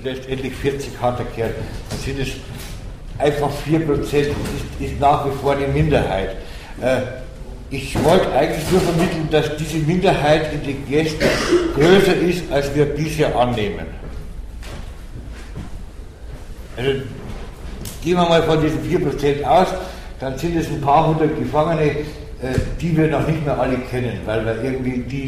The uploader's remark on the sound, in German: Auf den A-tagen 09 (Hamburg). Bei diesem Beitrag handelt es sich um einen Mitschnitt des am 13.06.09 auf den A-Tagen stattgefundenen Workshops.